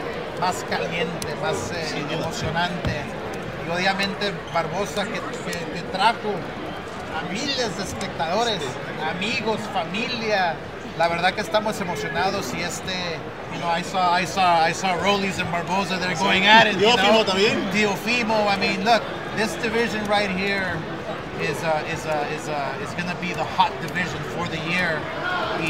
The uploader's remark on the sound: Post Press Conference. Full Post Fight Press Conference.